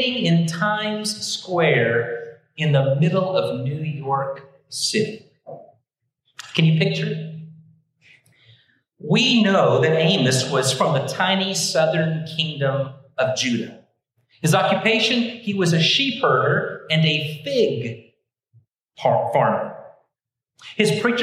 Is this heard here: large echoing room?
yes